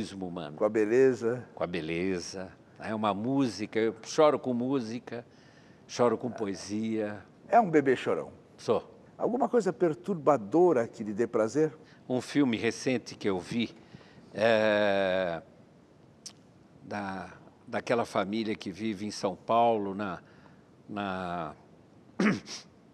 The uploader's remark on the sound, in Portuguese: para um grande público